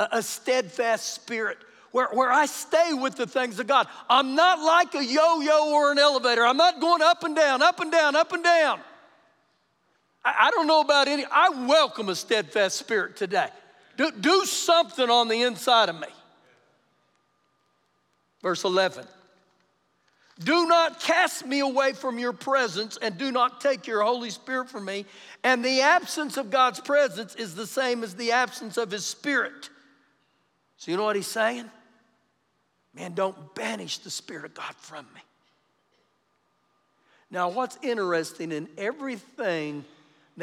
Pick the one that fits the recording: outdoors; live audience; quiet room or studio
live audience